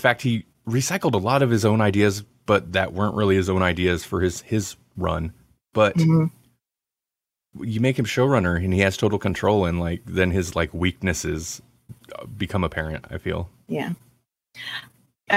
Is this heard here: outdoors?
no